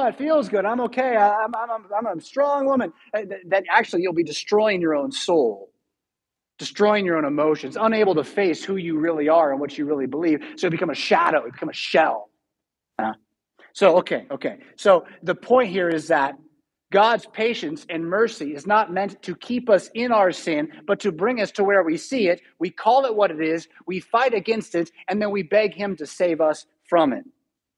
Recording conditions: large echoing room